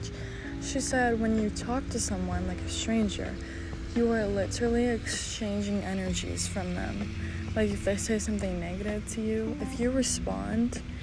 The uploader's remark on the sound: I apologize for the background noise such as wind, people, nature…my mic was not in sight